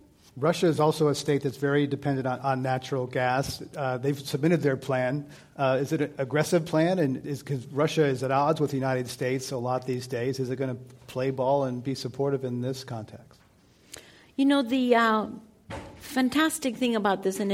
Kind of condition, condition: setting, live audience